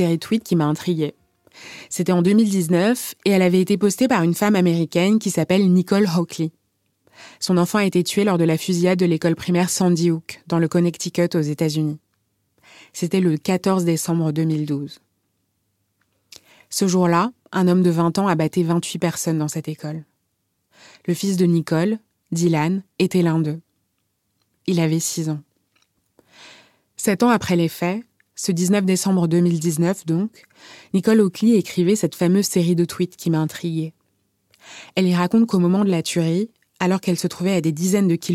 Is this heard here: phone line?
no